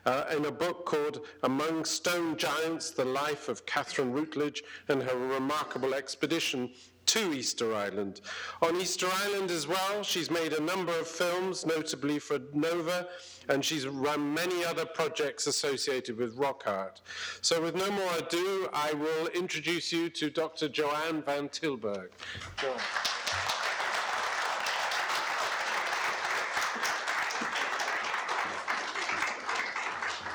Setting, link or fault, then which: setting, large echoing room